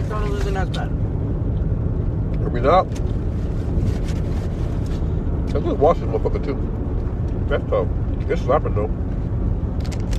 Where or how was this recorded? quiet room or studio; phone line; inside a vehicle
inside a vehicle